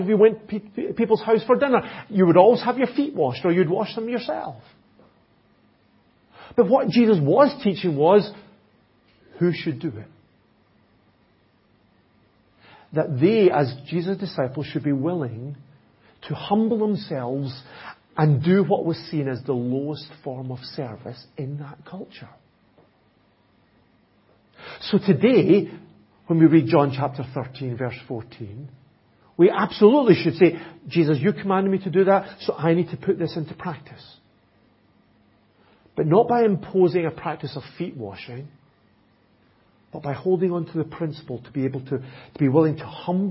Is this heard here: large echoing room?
yes